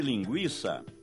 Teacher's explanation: No caso de linguiça, trata-se de ditongo, o I, pronunciado de uma só vez. E por isso a letra I não leva acento.